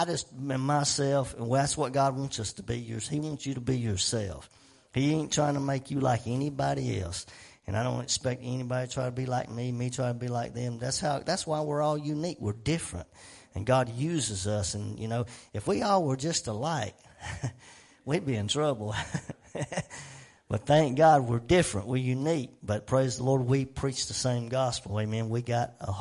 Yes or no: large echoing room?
yes